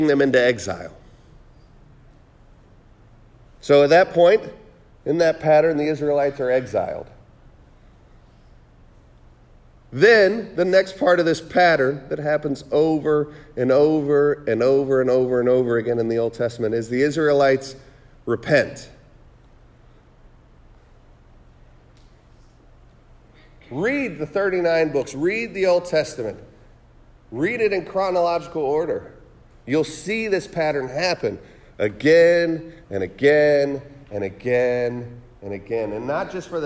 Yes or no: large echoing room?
yes